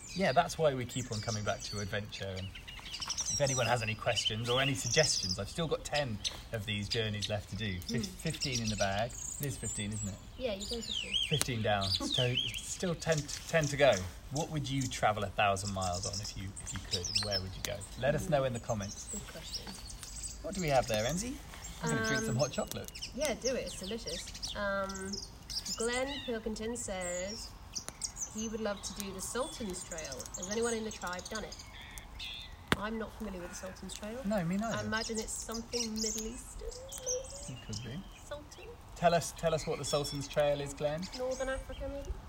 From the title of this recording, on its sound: Live From the Campfire